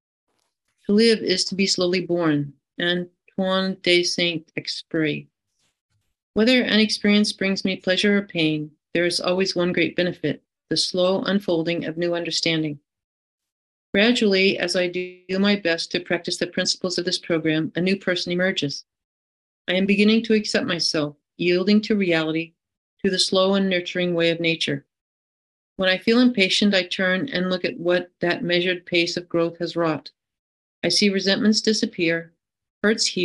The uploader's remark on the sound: Friday Online Meeting. This recording is from an Overeater Anonymous H.O.W.